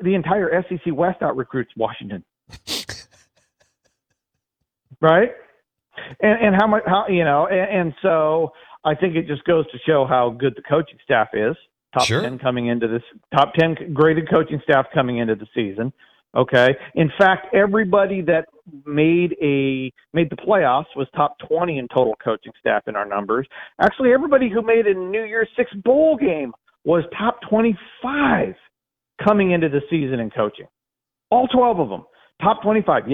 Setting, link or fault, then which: link, phone line